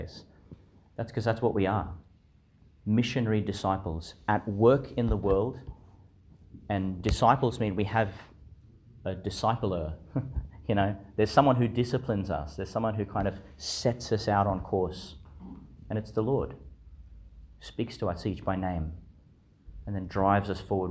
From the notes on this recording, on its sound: delivered in St Joseph's Church, Biloela, Qld